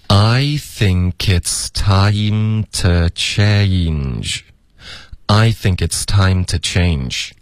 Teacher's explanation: 这个 to 我们弱读为 t，然后大家注意 change 有一个双元音